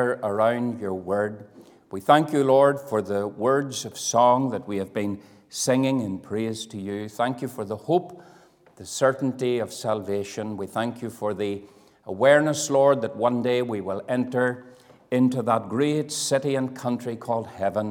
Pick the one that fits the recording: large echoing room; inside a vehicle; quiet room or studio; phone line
large echoing room